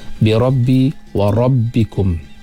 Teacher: tebalkan sebutan huruf ra yang berbaris di atas